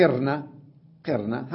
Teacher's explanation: لما حذفت الراء الأولى ونقلت كسرتها إلى القاف صارت قرنا · Term: قراءة الكسر